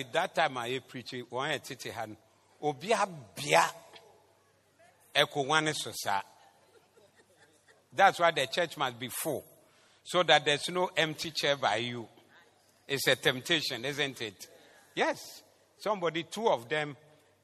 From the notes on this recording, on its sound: Preached at the Zeloo Service 19112023